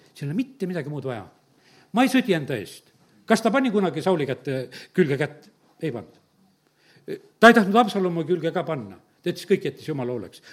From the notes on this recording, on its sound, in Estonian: Audio salvestus koosolekult